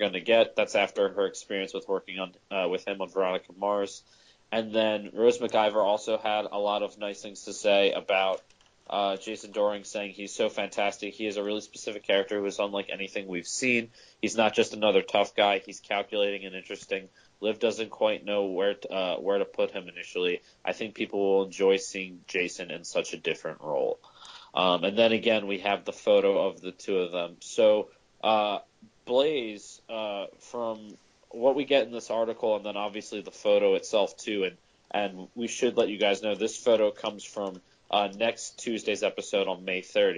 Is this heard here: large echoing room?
no